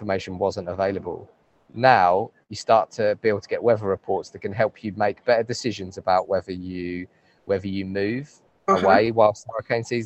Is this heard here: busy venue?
yes